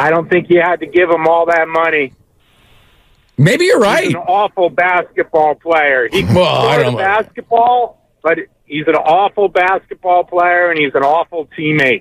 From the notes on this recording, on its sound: take calls from the audience